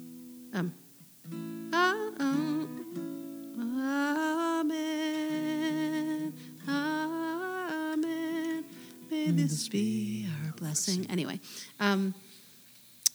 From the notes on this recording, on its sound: At TI Crosstown during her visit to Memphis. Recorded in front of a live audience.